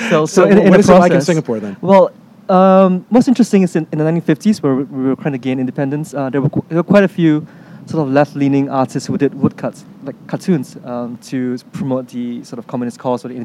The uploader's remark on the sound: interviews conducted at the Los Angeles Times Festival of Books